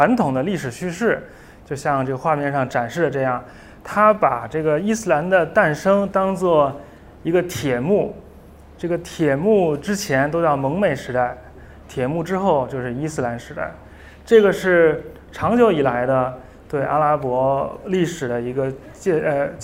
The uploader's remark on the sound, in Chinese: 在北京爱普生体验中心做的一场讲座的录音。这次讲座是由中青旅耀悦旅行品牌悦物派主办的。